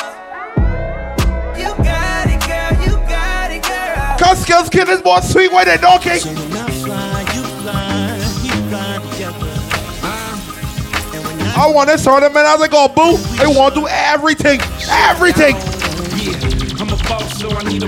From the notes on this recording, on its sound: GLOW SUNSET VIBES (RAW). LIVE AUDIO FROM GLOW SUNSET VIBES.